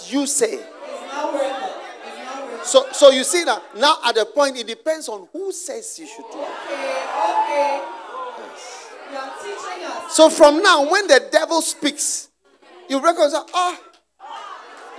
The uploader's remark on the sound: Preached at the Use It or Lose It Camp, USA.